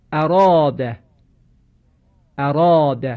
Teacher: در صورتی که بعد از رای مفتوح صدای کشیده آ قرار بگیره، اینجا صدای کشیده آ به تبعیت از رای مفتوح باید تفخیم بشه